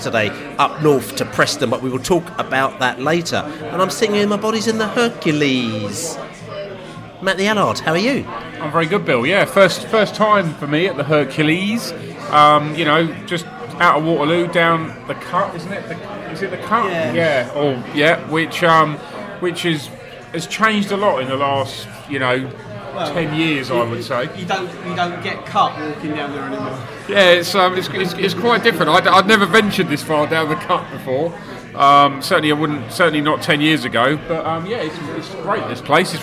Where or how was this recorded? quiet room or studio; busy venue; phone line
busy venue